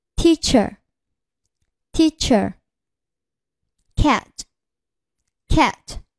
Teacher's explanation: 舌尖紧抵上齿龈，形成阻碍，然后突然分开，气流冲出口腔，声带不振动 · Term: 清辅音